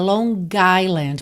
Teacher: você junta Long Island, porque você vai ter uma vogal logo na sequência